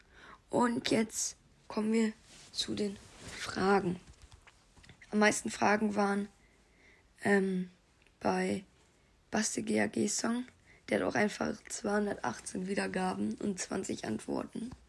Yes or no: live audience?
no